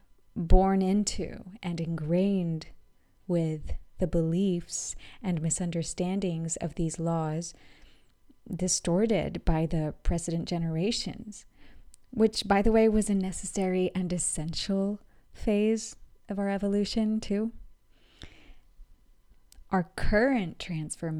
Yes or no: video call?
no